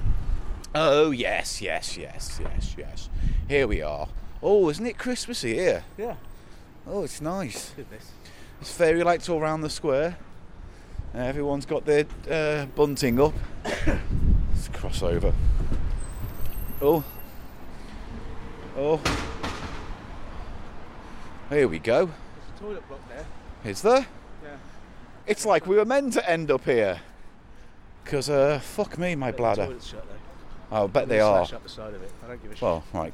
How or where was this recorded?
outdoors